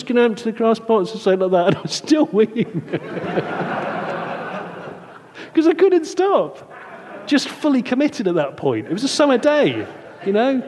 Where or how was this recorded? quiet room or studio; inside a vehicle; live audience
live audience